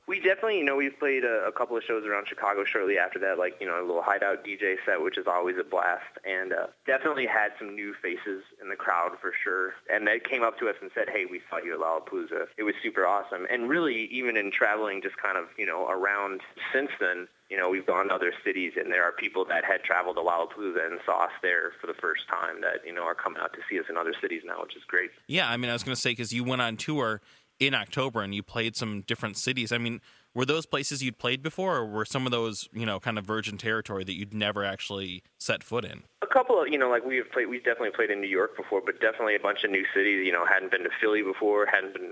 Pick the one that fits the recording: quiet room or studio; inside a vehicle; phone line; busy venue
phone line